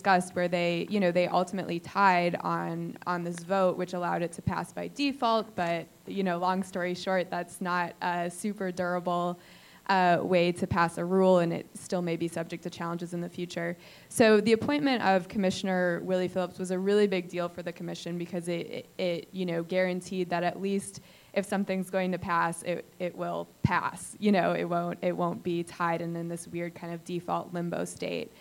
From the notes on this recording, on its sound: Live from the '22 State Energy Conference. NCSEA was lucky enough to be invited back to the 2022 State Energy Conference to host another live recording of the podcast.